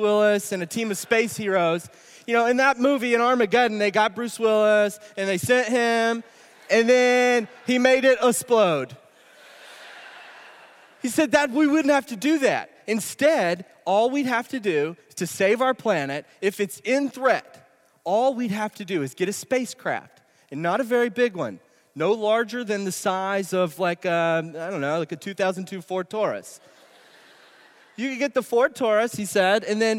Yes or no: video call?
no